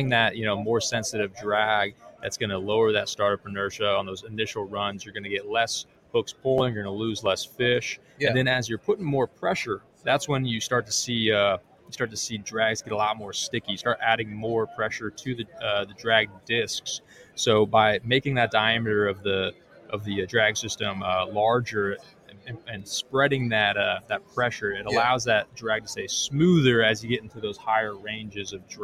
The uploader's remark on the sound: Live From ICast- Florida Fishing Products.